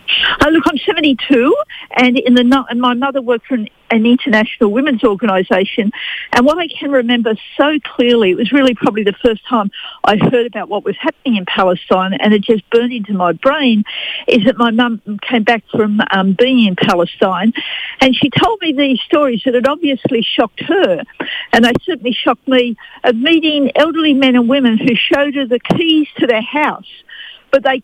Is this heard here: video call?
no